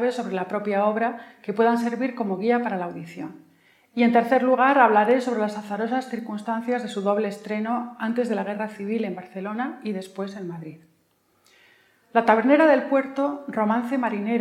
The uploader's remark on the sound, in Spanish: Ciclo de Conferencias que el Teatro de la Zarzuela programa en colaboración con la Asociación Amigos de la Ópera de Madrid. La conferencia fue grabada en el Teatro de la Zarzuela en noviembre de 2021.